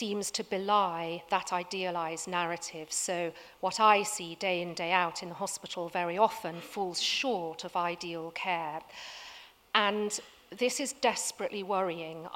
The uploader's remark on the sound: Recorded at 5x15 at The Tabernacle in London, November 2017.